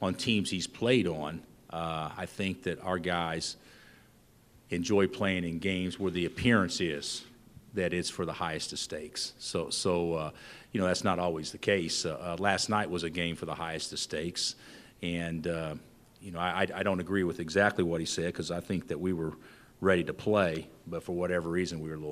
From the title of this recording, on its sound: Press Conferences & Post-Game Interviews